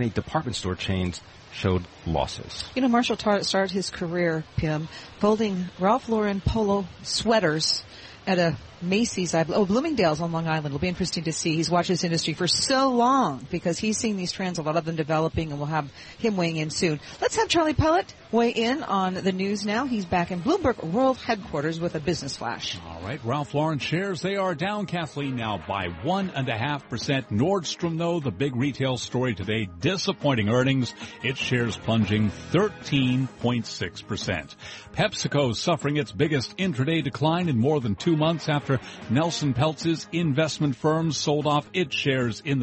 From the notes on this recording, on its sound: Broadcasting live from Elbow Beach Bermuda.